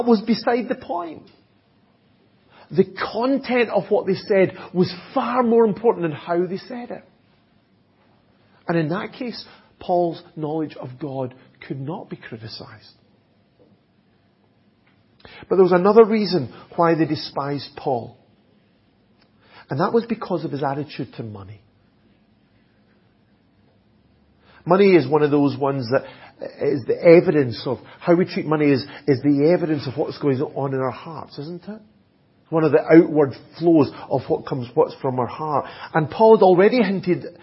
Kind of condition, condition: setting, large echoing room